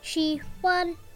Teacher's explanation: We use the third tone and the first tone.